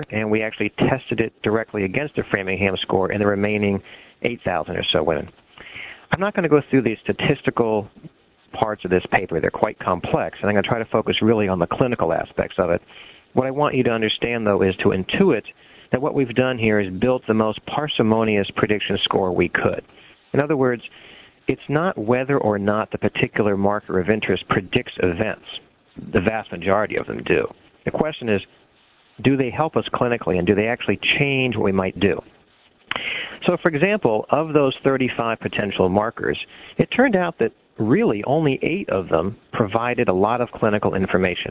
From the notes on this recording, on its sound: Author in the Room® Teleconference.